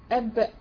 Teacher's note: تخرج بالتباعد بين الشفتين بين عضوي النطق · Term: الباء الساكنة